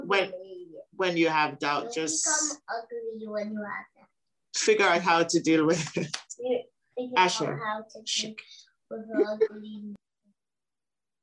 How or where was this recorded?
video call